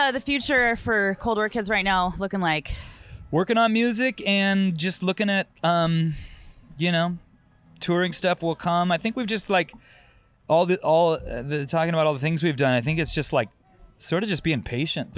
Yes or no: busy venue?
yes